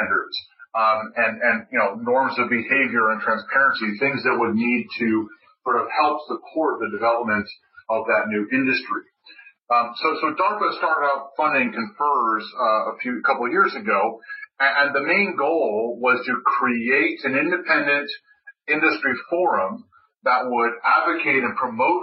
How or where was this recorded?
phone line